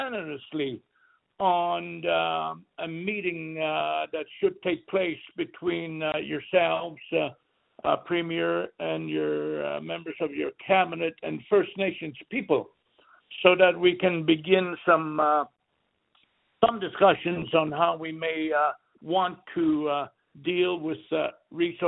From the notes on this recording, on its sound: Held an interactive telephone town hall.